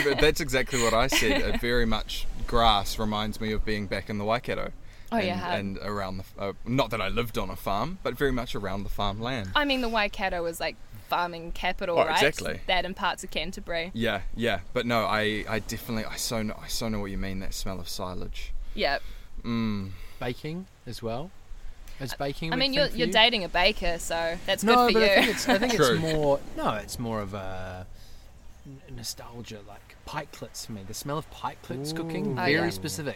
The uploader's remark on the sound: Recording beachside, a few hours prior to the wedding. This pod is raw and unplanned!